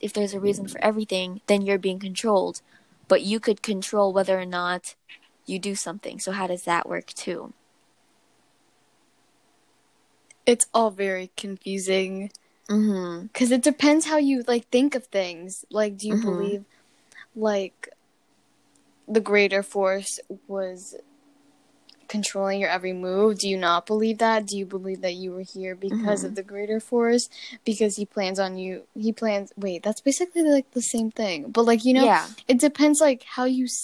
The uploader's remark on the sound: Just ignore us accidentally the fanning on the mics